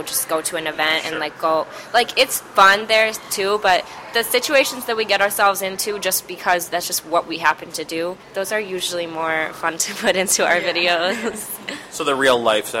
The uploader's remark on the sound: In an interview recorded at a local cafe.